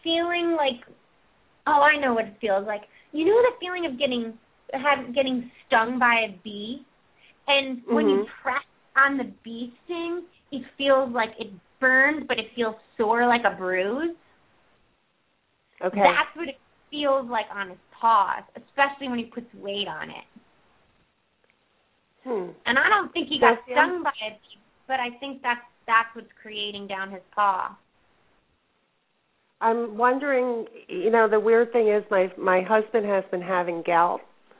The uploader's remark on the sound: open up the lines for listeners to call